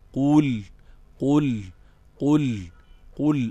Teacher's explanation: أعلاه المفخم المفتوح، أوسطه المفخم المضموم، أقل مراتبه المفخم المكسور زي المستقيم